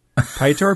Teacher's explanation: one syllable with a rolling voiceless R at the end